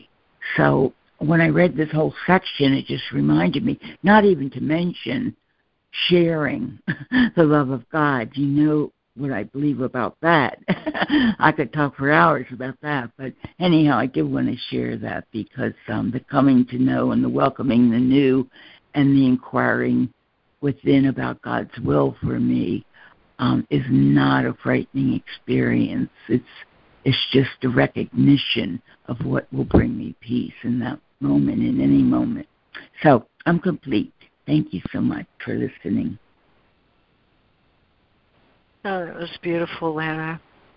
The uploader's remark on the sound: ACIM Daily Conference Call.